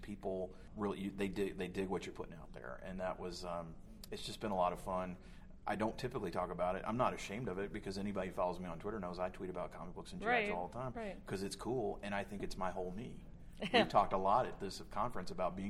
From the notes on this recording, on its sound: sat down face to face with a microphone LIVE from SHRM18 in Chicago, IL!